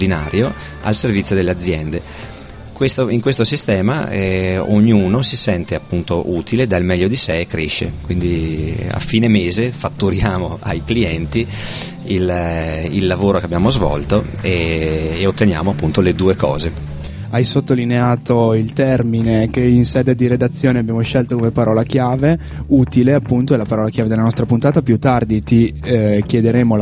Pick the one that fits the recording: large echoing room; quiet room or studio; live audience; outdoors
outdoors